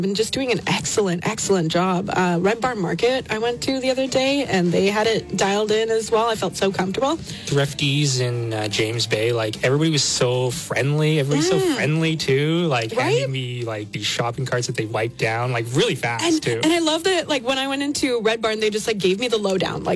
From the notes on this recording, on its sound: We catch up via phone.